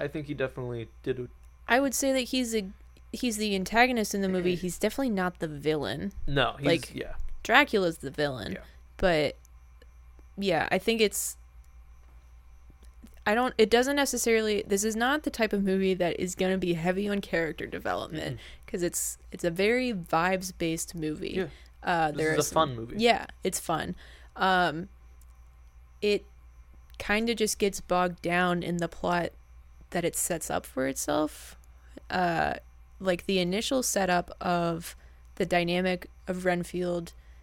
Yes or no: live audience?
no